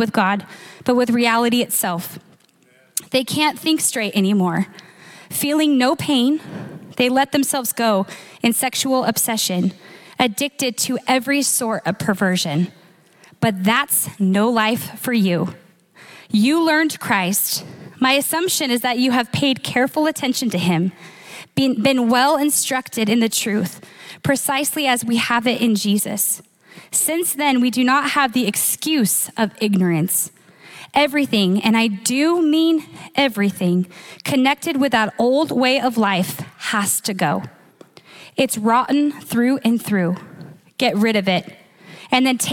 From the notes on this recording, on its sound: Recorded live at Capital Church in Meridian, Idaho